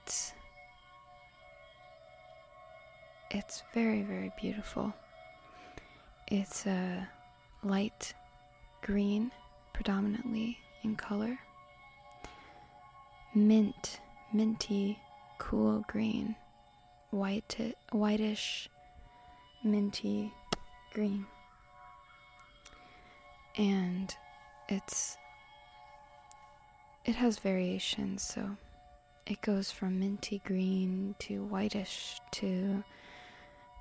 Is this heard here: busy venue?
no